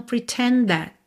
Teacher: Pretend termina em D, mas você já está começando that, que começa em T. D e T são feitos aí no mesmo lugar